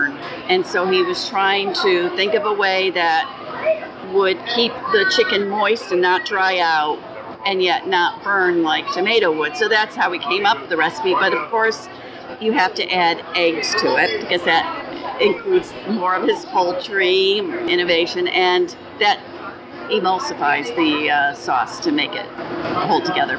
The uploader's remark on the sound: Recorded August 2018 at the New York State Fair